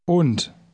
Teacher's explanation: the D at the end is pronounced like T.